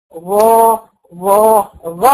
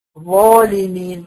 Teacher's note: مفخمة وعلى درجة في التفخيم لانها كمان مطبقة وبعديها الف ومفتوحة